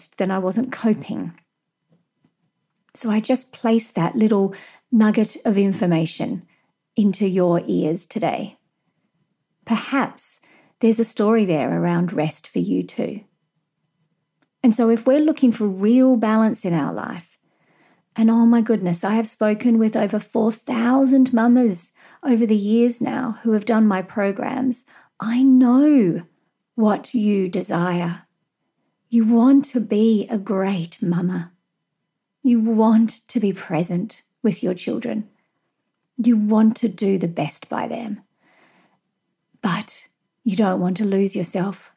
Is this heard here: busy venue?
no